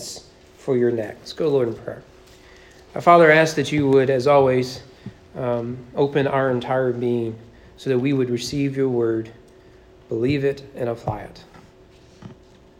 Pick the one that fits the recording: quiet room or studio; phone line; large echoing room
large echoing room